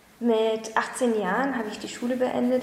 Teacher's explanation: Mittlere Sprechstimmlage, fallende Intonation, leichter, attraktiver Flüsteranteil in der Stimme